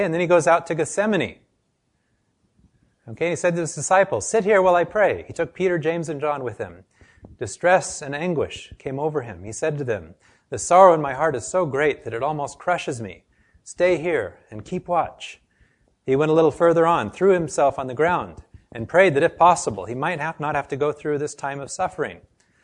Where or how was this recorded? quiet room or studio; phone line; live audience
live audience